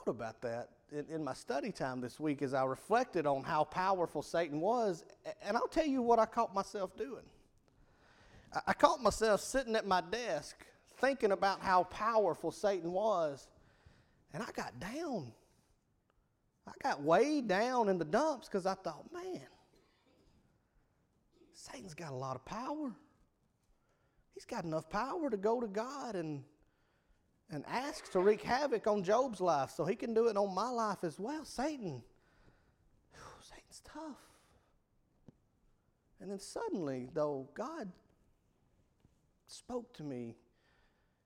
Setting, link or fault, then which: setting, large echoing room